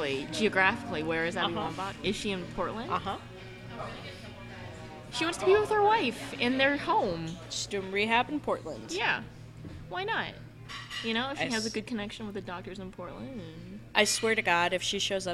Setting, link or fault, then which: setting, busy venue